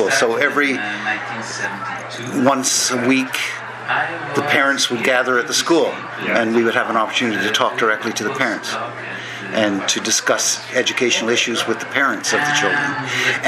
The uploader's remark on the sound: This podcast was recorded during CUSO-VSO's 50th Anniversary Kick-off celebrations in Vancouver, BC.